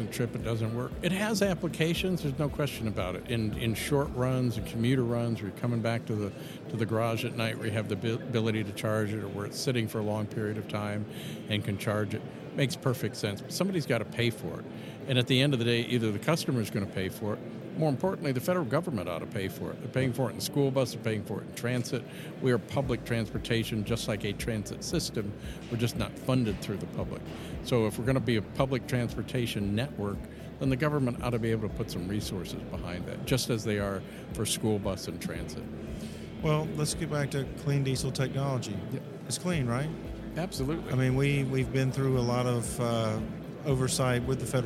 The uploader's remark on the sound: in Detroit, Michigan at the ABA Marketplace and Busworld North America were taking place at the Huntington Place Convention Center